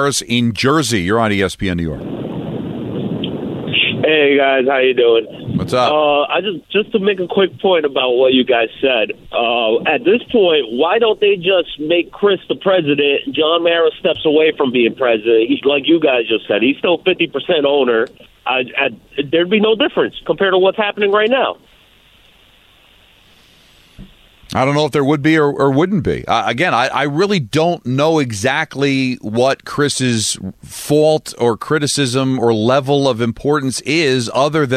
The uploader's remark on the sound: take your calls